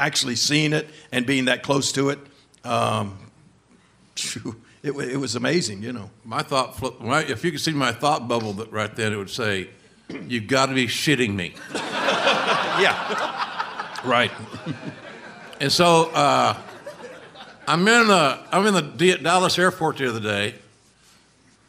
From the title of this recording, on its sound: Live at Hilarities Cleveland